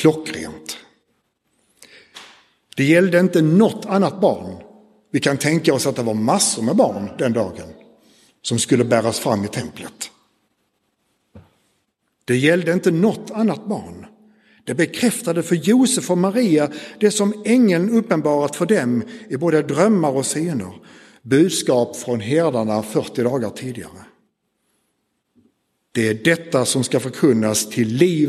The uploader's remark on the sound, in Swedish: Inspelad i Roseniuskyrkan den 4 februari 2024.